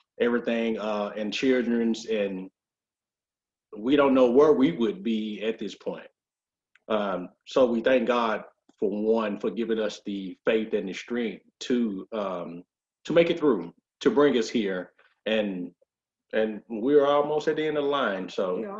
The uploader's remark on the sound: This time we Zoom with a special young man